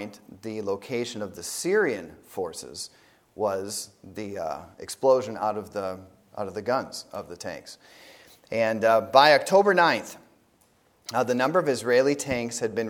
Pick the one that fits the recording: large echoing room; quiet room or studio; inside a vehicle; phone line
large echoing room